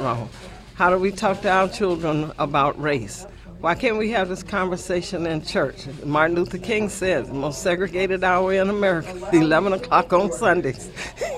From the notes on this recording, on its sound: Live at the Golden Cup Cafe on Jefferson Ave. Broadcasts live just a block and a half from the shooting scene on Jefferson Avenue at the Golden Cup Café and Roastery.